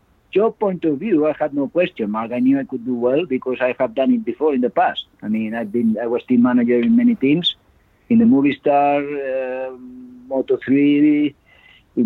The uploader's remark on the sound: With much of the world in lockdown as it stands, we instead kick off with a three-way phone call.